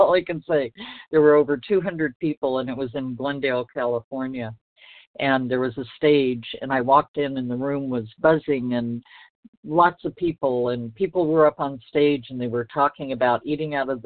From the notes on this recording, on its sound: from the 100 Pounders Phone Meeting, 9/6/23